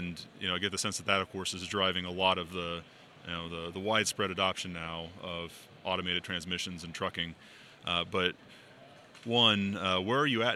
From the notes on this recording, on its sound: live from ATA's MCE 2021 show floor